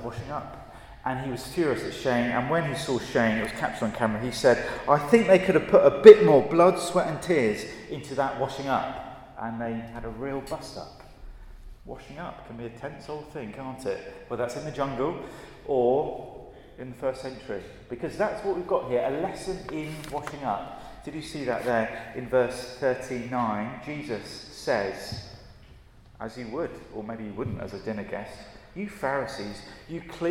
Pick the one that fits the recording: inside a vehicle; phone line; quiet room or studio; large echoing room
large echoing room